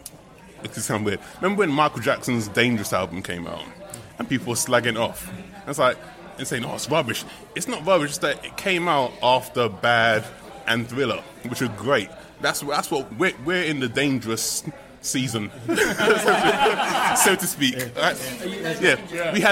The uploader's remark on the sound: hooked up at the George IV pub in Chiswick High Rd for an end-of-season-party